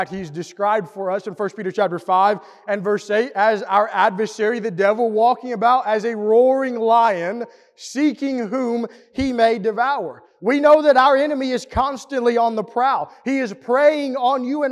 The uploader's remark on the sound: Preached at the East Hill Church of Christ in Pulaski, TN on Sunday, August 14, 2022.